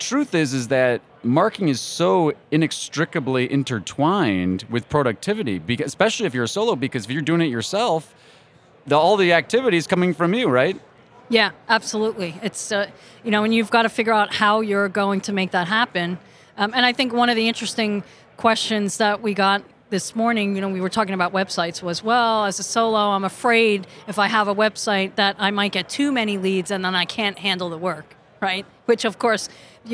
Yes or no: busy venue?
yes